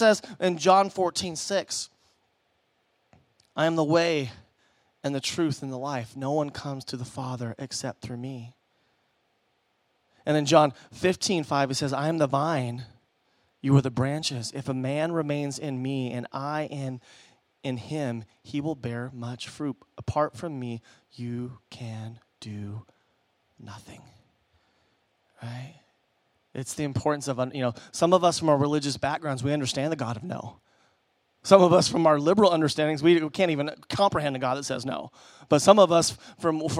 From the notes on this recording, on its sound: Preached at Emmaus Church.